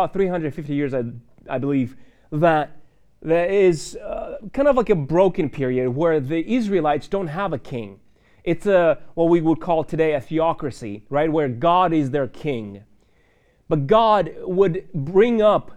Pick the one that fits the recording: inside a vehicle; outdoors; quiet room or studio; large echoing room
large echoing room